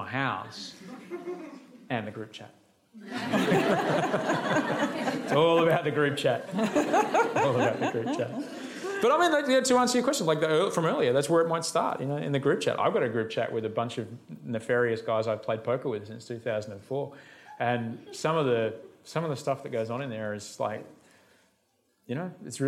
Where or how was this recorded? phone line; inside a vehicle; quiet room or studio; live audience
live audience